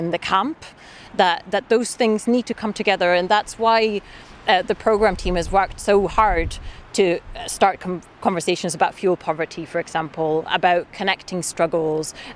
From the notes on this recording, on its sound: This episode was recorded at Climate Camp Scotland in Grangemouth